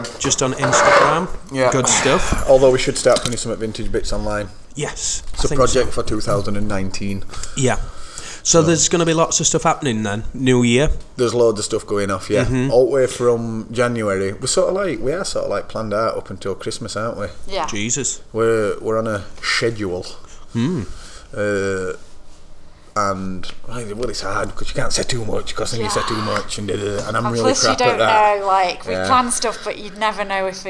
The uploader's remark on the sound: Live from store